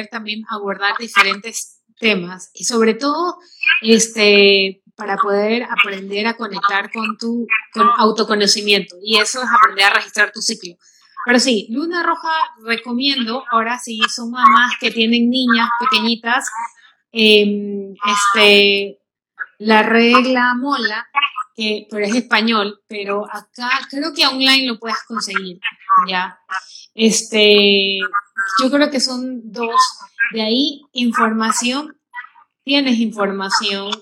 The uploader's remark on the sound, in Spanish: En vivo. Disculpen la calidad del audio.